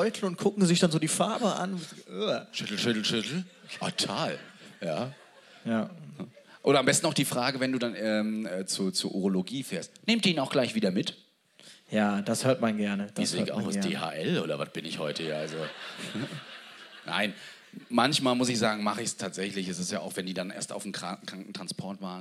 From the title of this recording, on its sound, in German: Live aus Hamburg